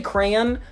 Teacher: I say crayon because I'm still pronouncing the Y sound